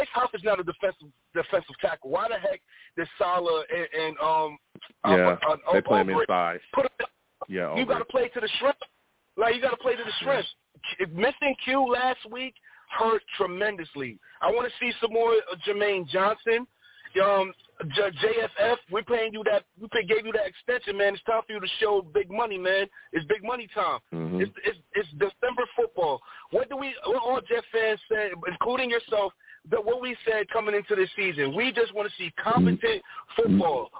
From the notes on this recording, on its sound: Tonight, live at 7pm eastern. I take live callers!